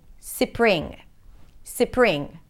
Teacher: they might add an E sound between the S and the P